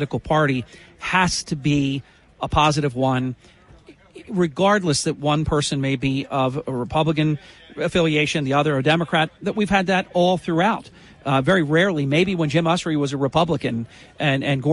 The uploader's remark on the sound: Live from the Boardwalk in Atlantic City for the 2022 airshow.